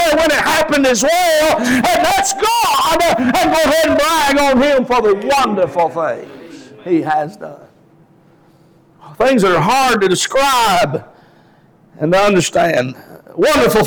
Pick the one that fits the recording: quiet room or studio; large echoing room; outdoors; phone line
large echoing room